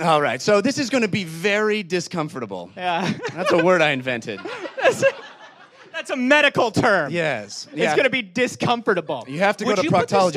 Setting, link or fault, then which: setting, live audience